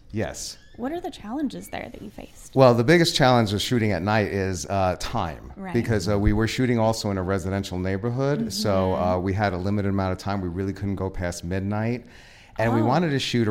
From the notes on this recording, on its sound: We are live, on-location at the Broadwater for We Make Movies International Film Festival